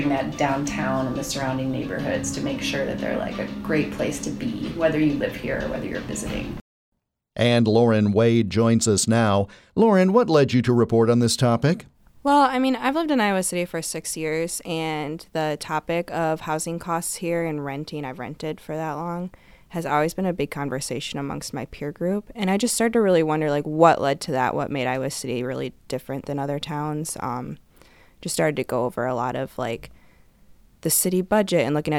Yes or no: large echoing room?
no